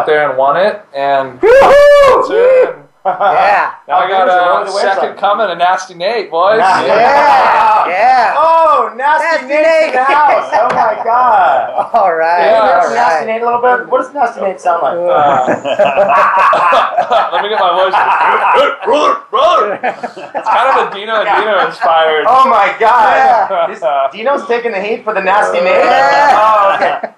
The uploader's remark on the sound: Live broadcast from Noll Surfboards in San Clemente, California.